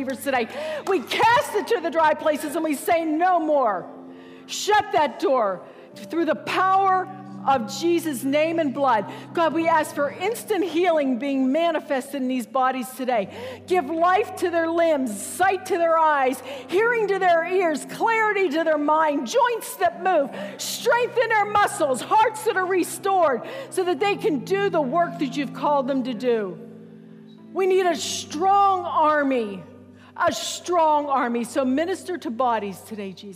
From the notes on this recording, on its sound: Recorded September 10, 2019 at Wellspring Church of the Nazarene, Evansville, IN.